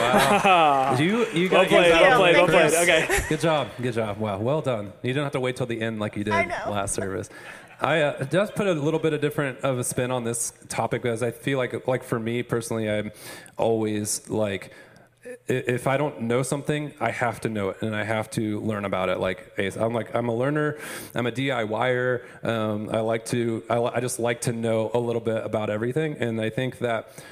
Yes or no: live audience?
yes